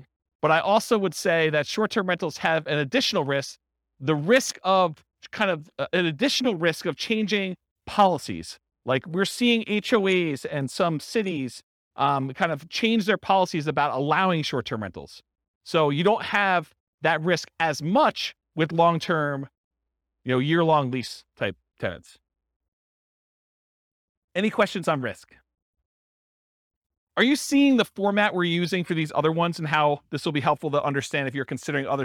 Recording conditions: live audience